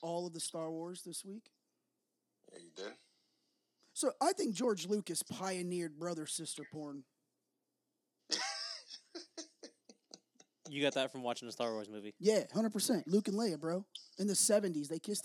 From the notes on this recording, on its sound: Apologies on the audio being potentially a little lower this week. Has no idea how to use any of this equipment.